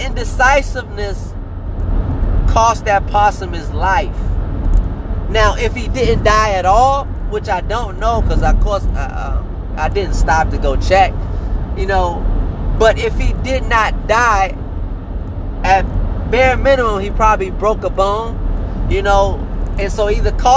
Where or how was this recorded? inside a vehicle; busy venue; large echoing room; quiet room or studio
inside a vehicle